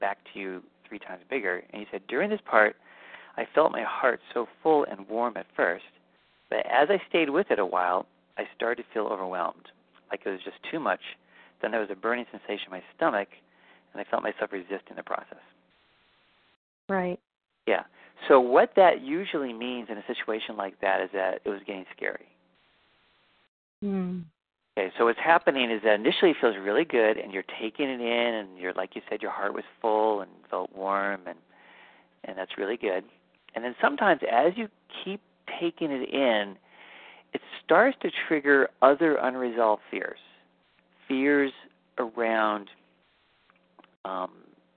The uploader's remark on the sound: Live Q&A Calls